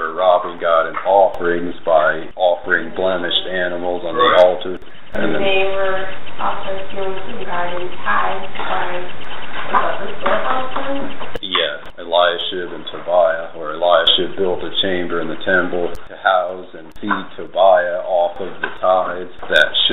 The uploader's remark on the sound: Unfortunately, the audio quality is poor. I tried to amplify it and remove noise.